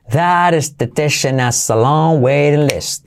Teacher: puedes saltar la H de has